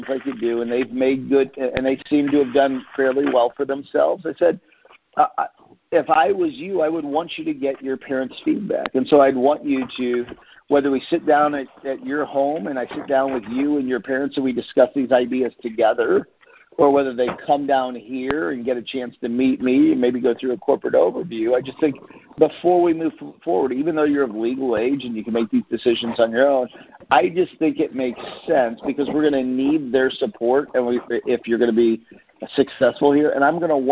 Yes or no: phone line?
yes